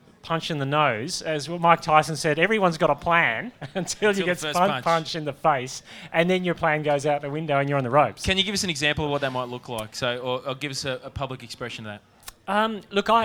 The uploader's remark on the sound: Live from Multiply18